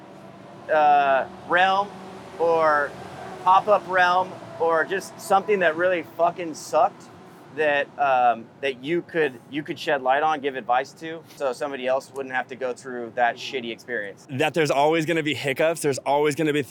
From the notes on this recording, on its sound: caught up with them at Vegan Playground outside of Boomtown Brewery in Downtown Los Angeles